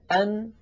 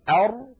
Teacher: فإذا قال الإنسان أن، جربوا هكذا أن، وقال أر، أن أر، يجد بأن الراء أعمق قليلا إلى الداخل · Shown in: second take · يعني لو كان هذا سقف الحلق وهذا اللسان، أن هنا أر تكون أعمق إلى الداخل قليلا، أن أر، أن أر، فالراء أعمق قليلا إلى الداخل. · Term: حرف الراء